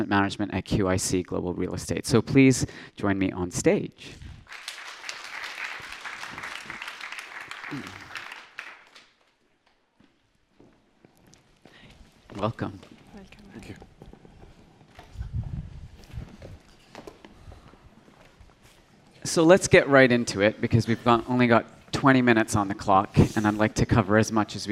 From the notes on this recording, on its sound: Gathered on stage at #BoFVOICES in December 2016. A panel of retail space experts gathered on stage at #BoFVOICES.